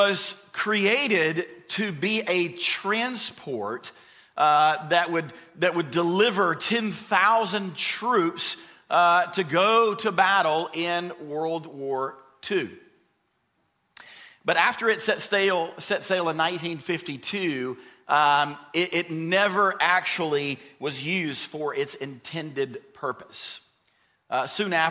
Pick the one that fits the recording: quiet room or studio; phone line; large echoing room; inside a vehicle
large echoing room